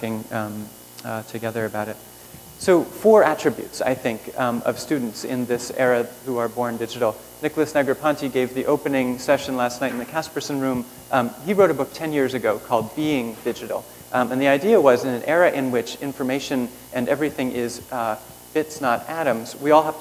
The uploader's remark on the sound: Keynote at Internet & Society 2007